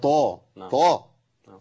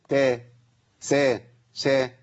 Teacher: ما اجيبش همسه في الطاء · Shown in: first take · Term: الحرف المفخم